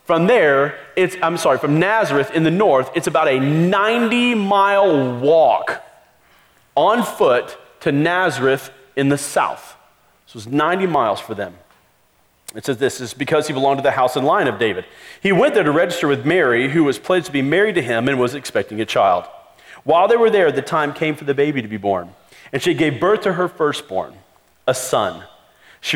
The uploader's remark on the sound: Christmas Eve Service (Audio)